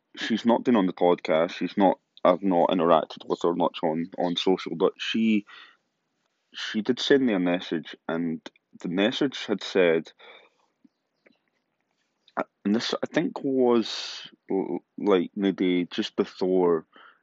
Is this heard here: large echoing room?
no